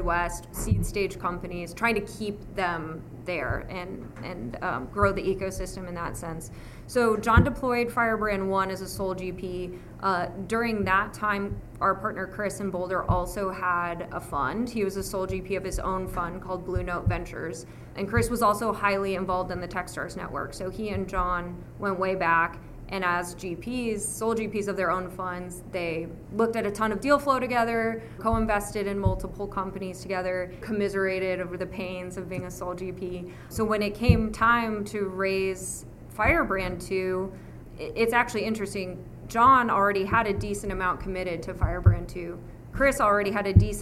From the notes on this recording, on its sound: We share a conversation recorded at Austin Startup Week.